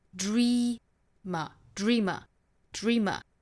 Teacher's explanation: dreamer 这个词我们说是由两个辅音连缀在一起，发音是 d 和 r 两个音放在一起读成 drdr，我们在发的时候其实可以去找汉语类似的发音，就是我们说那个桌子的桌这个音，在桌的这个基础之上呢，我们就后面再去加一个小小的 r r 这样的音 z r r r r 这样去拼 dreamer，注意后面是紧音，所以是一的发音